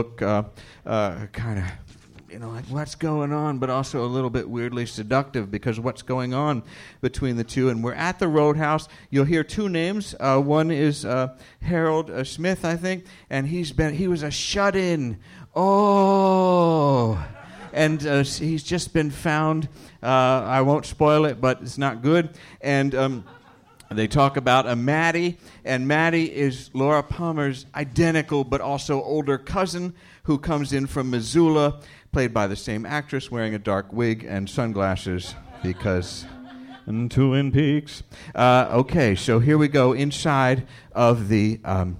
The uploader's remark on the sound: first live show of the season